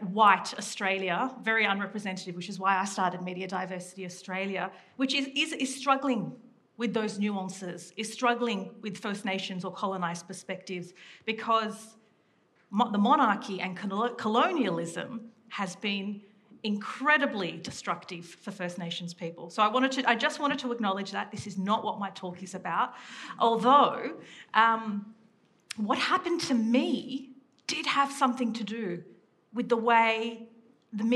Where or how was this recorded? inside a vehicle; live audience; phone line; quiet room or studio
live audience